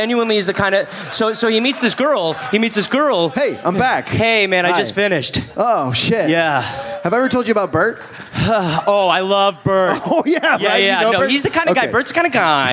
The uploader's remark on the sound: Live in Canberra